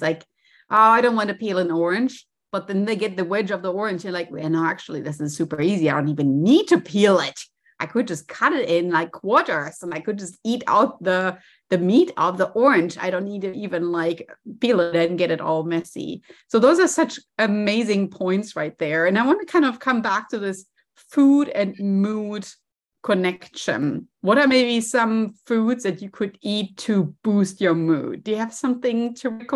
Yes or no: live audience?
no